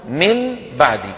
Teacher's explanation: قلب النون الساكنة أو التنوين عند الباء ميما مخفاة بغنة